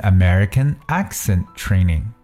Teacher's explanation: 这句话当中，我们把 accent 这个词进行了重音的这个强调